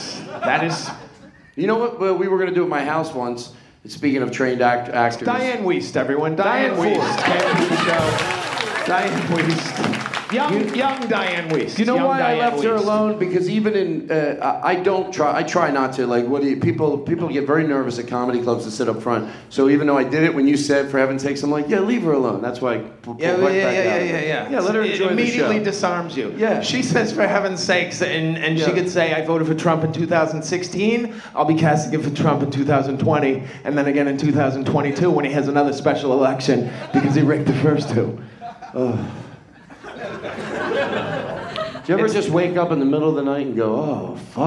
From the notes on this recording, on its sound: LIVE from Just For Laughs Montreal